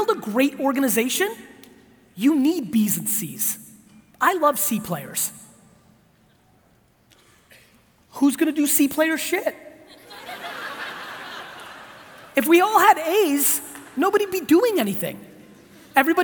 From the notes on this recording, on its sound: keynote and Q&A in Oregon for the Dutch Bros Coffee Leadership event